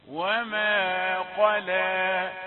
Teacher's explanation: قاف مفخمة لام رقيقة